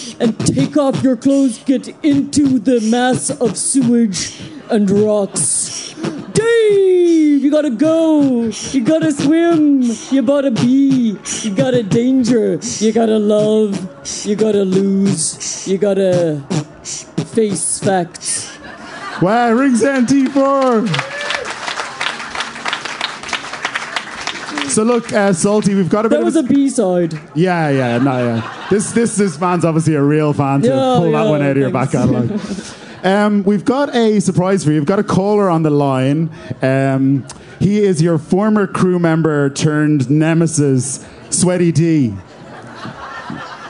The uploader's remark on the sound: Live at Electric Picnic. Live from the 'Ah, Hear!' stage at Electric Picnic 2018.